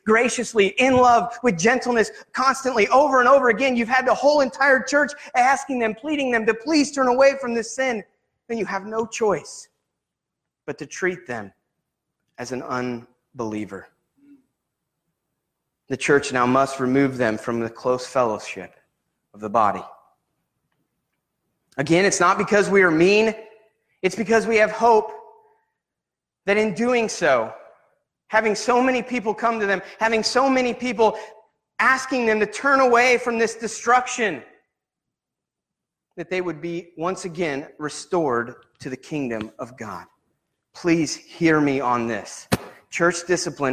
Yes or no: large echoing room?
yes